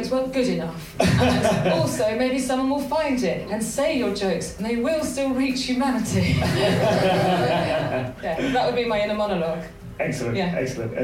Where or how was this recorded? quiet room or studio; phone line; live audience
live audience